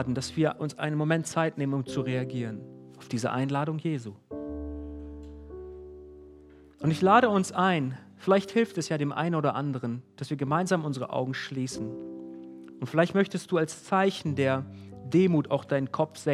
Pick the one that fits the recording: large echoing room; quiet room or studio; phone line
large echoing room